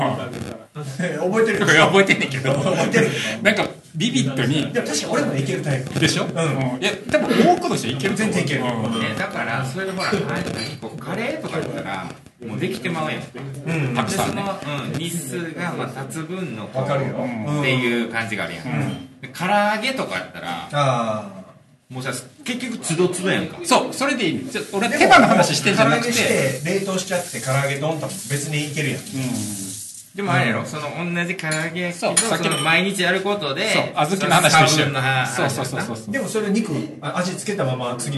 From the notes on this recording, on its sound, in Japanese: 今回は、宝塚・清荒神にある「awai KIYOSHIKOJIN」にて収録しました。Awai KIYOSHIKOJIN は建築家の奥田達郎さんが手がけた大きなキッチンが特徴のシェアハウス。ここの大きなキッチンをお借りしたのでした。せり鍋を準備中のところ、周りにも大勢の人がいる中での30分、賑やかにしゃべり倒しております。ささやかながら、これも公開収録でしょうか。